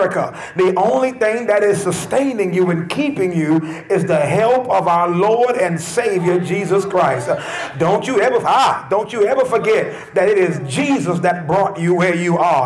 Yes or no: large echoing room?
yes